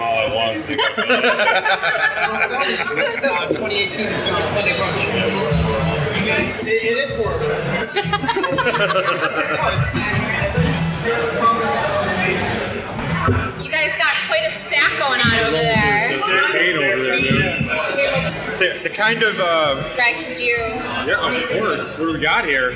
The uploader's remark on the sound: Live at Mortalis